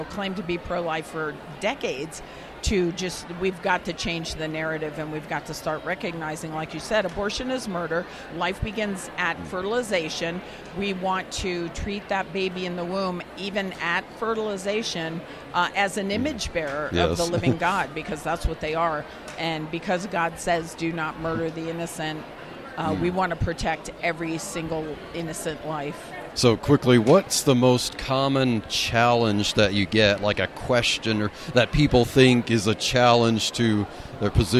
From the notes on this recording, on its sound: At the Rocky Mountain Homeschool Conference. On the last day of the conference I brought my portable podcasting gear and enjoyed a great montage of interviews!